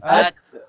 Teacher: ده حرف مرقق، مفيش تقعر في اللسان، مفيش تصاعد. ات والا تقلب طاء. · لولا الترقيق الذي في التاء لكان الطاء